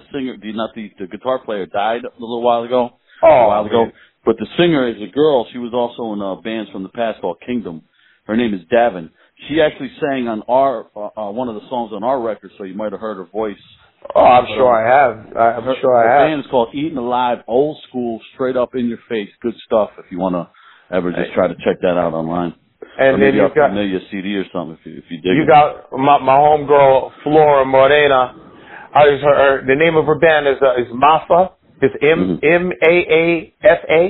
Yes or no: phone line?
yes